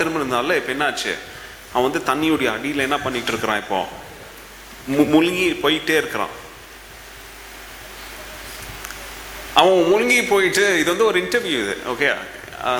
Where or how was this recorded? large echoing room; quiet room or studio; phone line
large echoing room